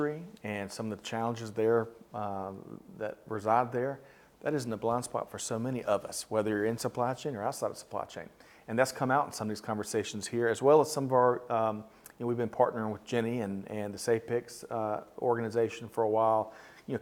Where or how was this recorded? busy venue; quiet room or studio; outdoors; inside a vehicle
busy venue